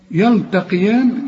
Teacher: القاف في آخر درجات التفخيم والياء اللي بعدها مرققة